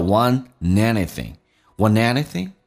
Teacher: If you want, if you want.所以这个速度很快。甚至快的时候 you 会弱化成也这个发音，轻轻点一下 if you wantanything， want anything 可连可不连，如果要连音的话 NT 组合是把 T 去掉，用 N 进行连音